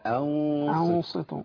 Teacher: تبقى غنه مفخمه تتناسب مع الصاد عشان بتدي ايحاء ان الحرف اللي جاي حرف مفخم مع ترقيق الهمزه.